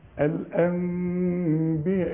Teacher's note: اقلب النون لو سمحت الى ميم، وبعد لما تقلبها الميم اخفيها وغنها · Term: الغنة